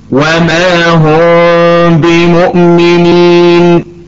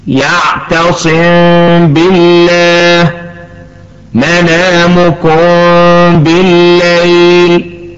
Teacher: الإخفاء كما عرفنا من قبل هو حالة وسط بين الإدغام والإظهار، فإذا جاء بعد الميم الساكنة حرف الباء تخفى الميم في الباء بغنة · Term: الإخفاء الشفوي